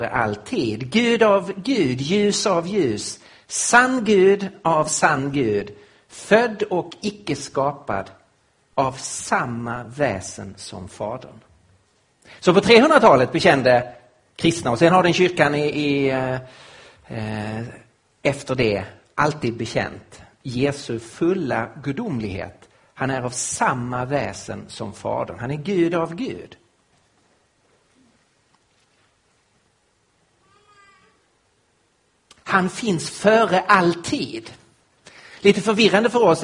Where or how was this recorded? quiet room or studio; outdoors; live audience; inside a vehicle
live audience